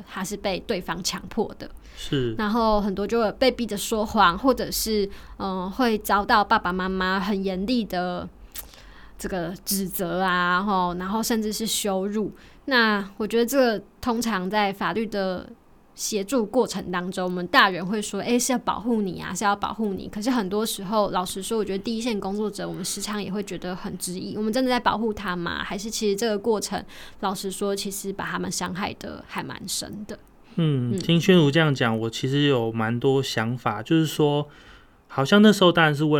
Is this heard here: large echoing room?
no